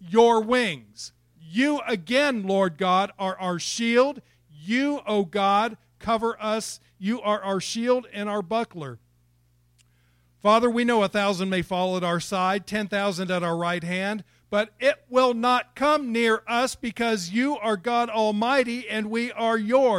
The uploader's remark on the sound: It was recorded April 11, 2021 at Open Bible Church in Lawrenceburg, KY.